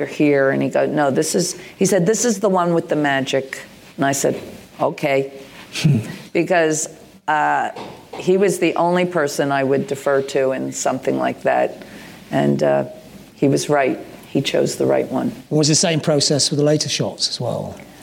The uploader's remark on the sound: At a sold-out 600 capacity venue, the crowd eagerly await this live In Conversation